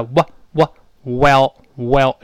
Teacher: 注意 w 这个半元音，双唇碰撞立刻分开